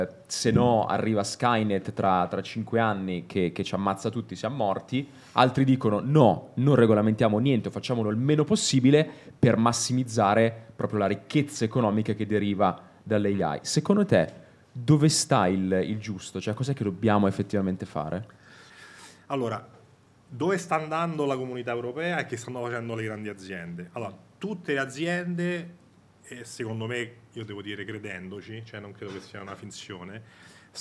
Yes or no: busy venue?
yes